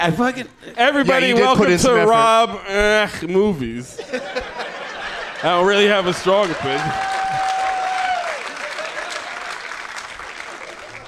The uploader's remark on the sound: Live from the Alamo Drafthouse in Kansas City